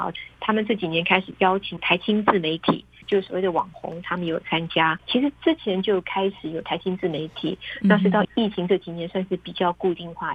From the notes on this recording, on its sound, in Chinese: 連線訪問中央社駐北京記者。